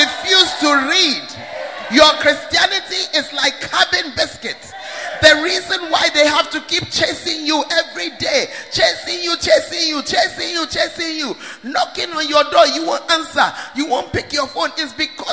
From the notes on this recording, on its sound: Preached At First Love, UCC